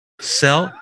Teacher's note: You put a glottal stop at the end of it.